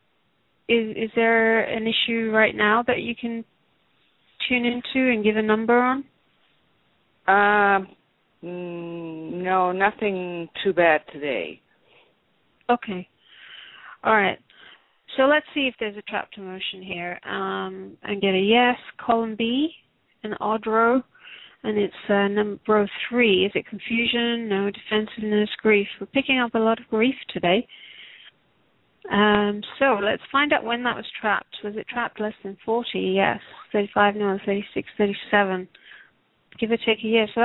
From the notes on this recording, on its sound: Takes your calls for healing live today!